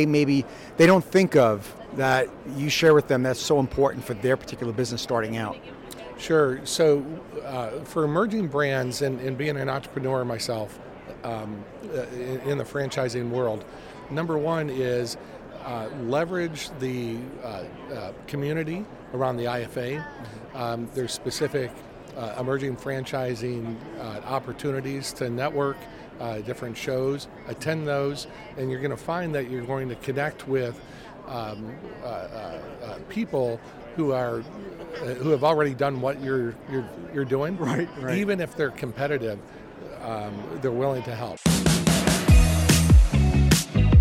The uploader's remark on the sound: LIVE Day 3 from the IFA 2024 National Convention in Phoenix, AZ. Directly from the convention floor.